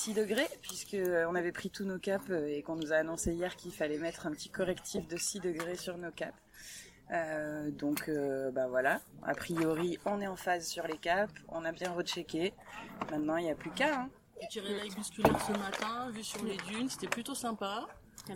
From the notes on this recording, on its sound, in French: Pour prendre le départ de cette premiere étape du Trek rose Trip Sénégal. Au cœur du bivouac, en direct du petit déjeuner.